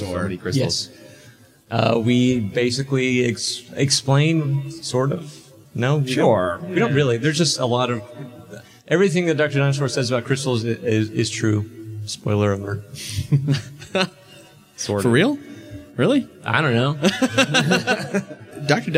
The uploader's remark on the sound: Live from HeroesCon 2013, it’s Atomic Robo Nuts & Bolts! In front of a live crowd in Charlotte, NC for the first time. (This also explains why it sounds like were in a gymnasium, there was a lot of slap-back in that tiny room.)